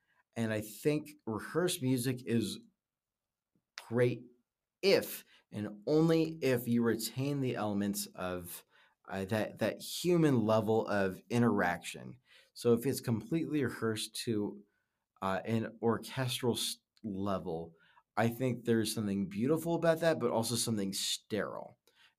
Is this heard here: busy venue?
no